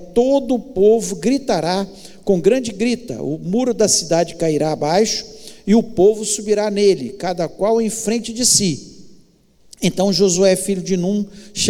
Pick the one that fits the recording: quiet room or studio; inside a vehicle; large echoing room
large echoing room